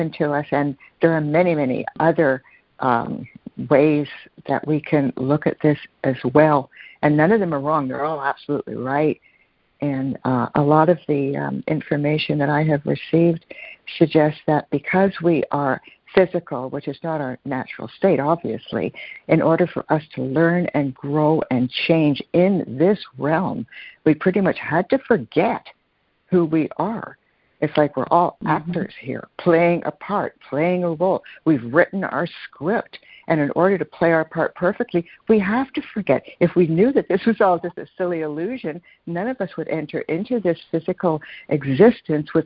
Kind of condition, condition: link, phone line